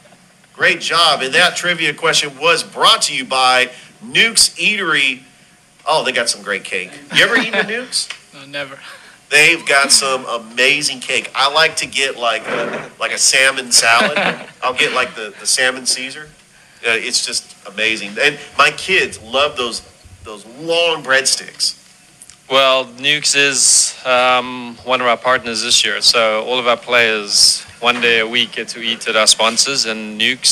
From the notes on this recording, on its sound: Live from Ivy Park Sports Bar and Grill